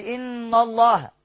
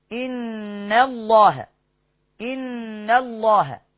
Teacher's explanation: ناخد بالنا من ترقيق النون أوي أوي أوي · Shown in: second take